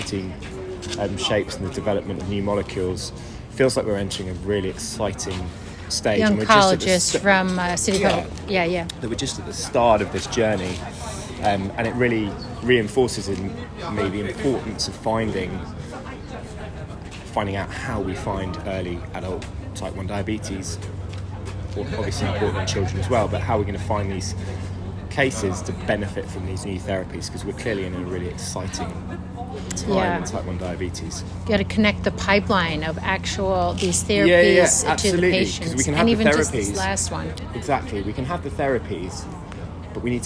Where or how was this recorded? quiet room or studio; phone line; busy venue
busy venue